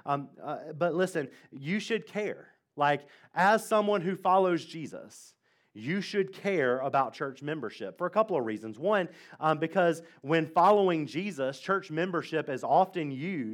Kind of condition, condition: setting, large echoing room